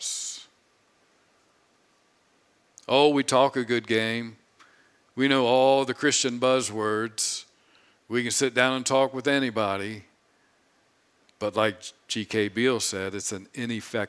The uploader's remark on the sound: preached this sermon on Sunday, July 24, 2022 from the pulpit of Grace Community Church in Berea, KY